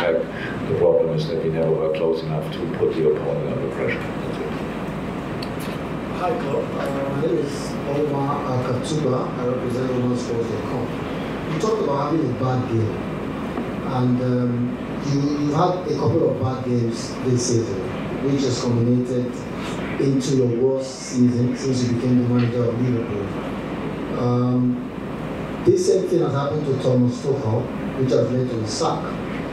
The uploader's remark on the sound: Post-Match Press Conference. Spoke to the media.